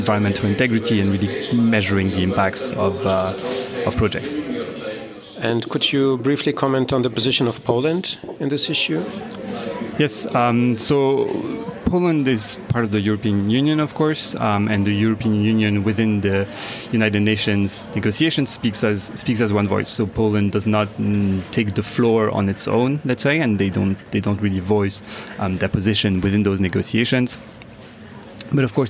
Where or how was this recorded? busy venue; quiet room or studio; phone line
busy venue